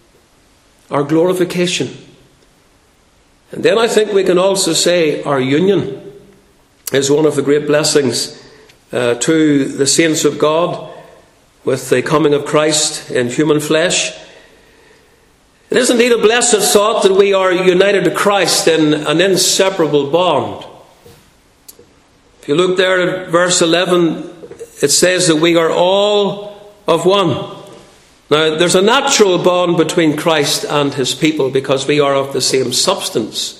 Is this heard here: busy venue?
no